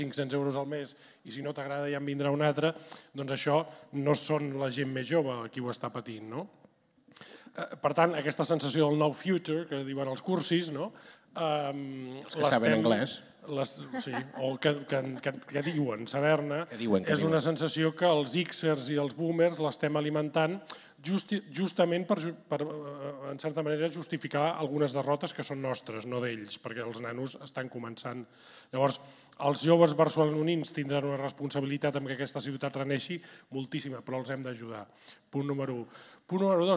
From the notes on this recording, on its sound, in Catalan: Des del Born amb el Gremi de Revenedors. El pòdcast d’aquesta Reserva d’El Temps de les Arts -en directe i públic- serví com a presentació d’aquest nou llibre.